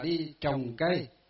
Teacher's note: Bây giờ thì đúng là chính tả là đi trồng cây, uốn lưỡi một tí.